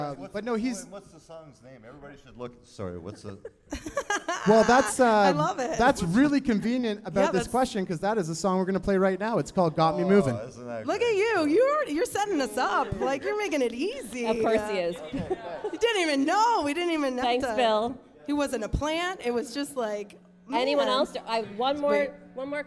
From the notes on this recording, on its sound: Pulls the live studio audience into the mix for a few questions.